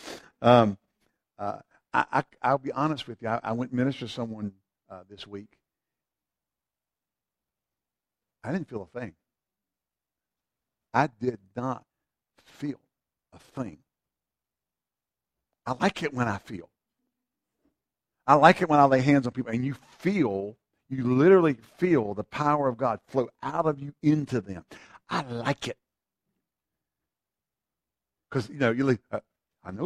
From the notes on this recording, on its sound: FVC Wednesday Evening Service (Audio). Faith and Victory Church of the Piedmont Triad.